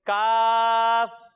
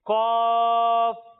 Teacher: جب ہم کاف کی ادائیگی کریں گے تو اسے ہم باریک پڑھیں گے اور جب ہم کوف کی ادائیگی کریں گے تو اسے ہم موٹا پڑھیں گے